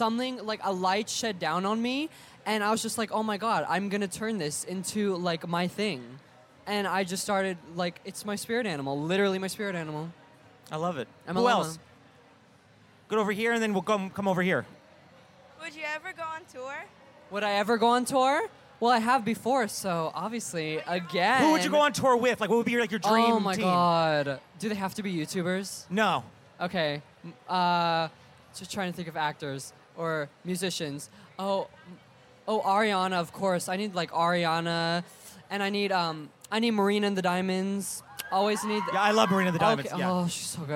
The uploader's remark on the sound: live at VidCon!